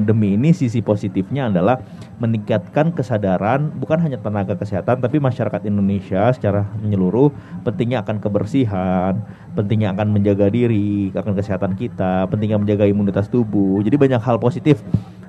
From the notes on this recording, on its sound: Live Outdoor Broadcast masih hadir dalam peringatan Hari Kesehatan Nasional ke 57 yang diselenggarakan dengan pelaksanaan vaksinasi Covid 19 di Kabupaten Padang Pariaman.